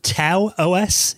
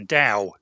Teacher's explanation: Supposed to be an unaspirated T, so it sounds like a D. · Shown in: second take